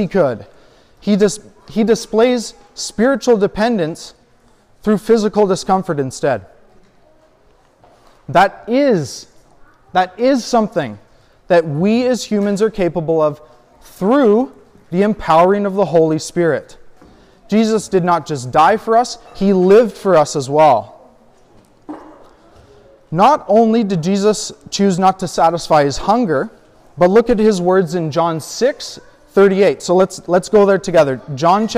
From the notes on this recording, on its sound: A sermon I recently preached at a gathering a few hours from my home. I was asked to come and guest preach.